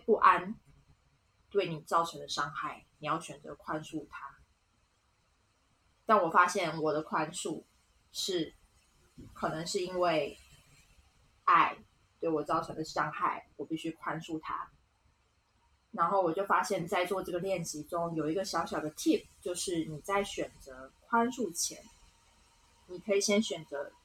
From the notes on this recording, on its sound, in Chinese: 遠程錄音有點雜音